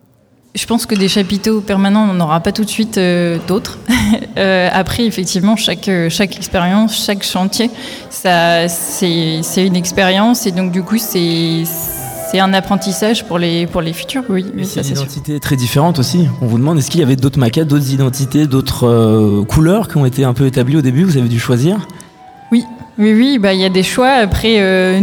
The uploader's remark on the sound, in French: En direct du nouveau chapiteau permanent Le Plongeoir